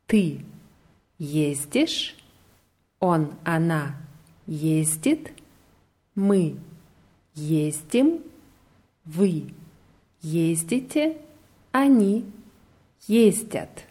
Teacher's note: Auf der ersten Silbe. Ja, die Betonung ist hier immer auf der ersten Silbe.